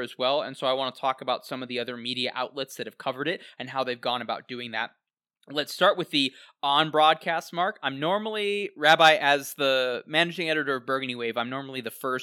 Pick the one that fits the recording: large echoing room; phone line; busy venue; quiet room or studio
quiet room or studio